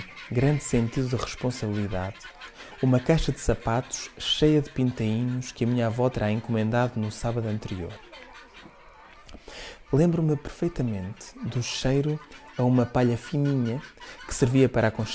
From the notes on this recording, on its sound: Áudio Derivas é um podcast do Teatro da Didascália, sob a forma de escapadelas sonoras pela paisagem de Joane.